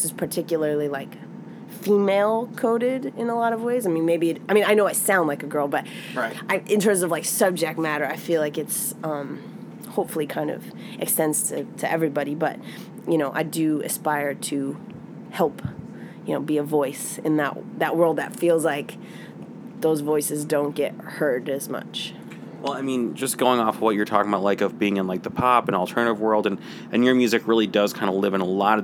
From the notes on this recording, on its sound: In an interview recorded on her tour bus outside of Lincoln Hall